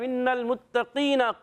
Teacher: زبان کی جڑ، تالو کا نرم حصہ، قاف کا مخرج ہے